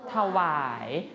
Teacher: เวลาอ่านออกเสียงพยางค์แรกต้องอ่านออกเสียงเป็นเสียงสระอะกึ่งเสียง